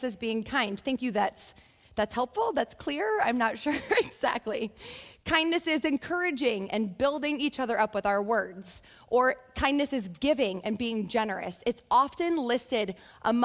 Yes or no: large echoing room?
yes